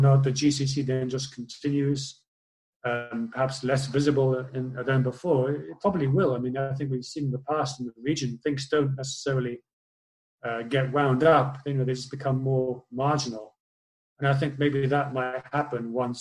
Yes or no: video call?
yes